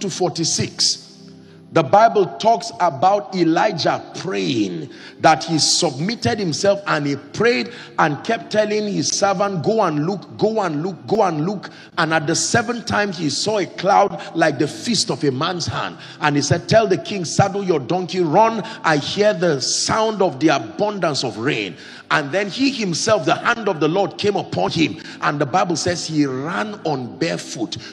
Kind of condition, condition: setting, large echoing room